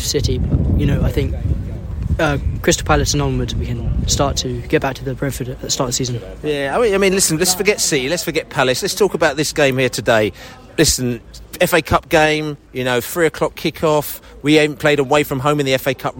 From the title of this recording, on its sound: post-match podcast from the pub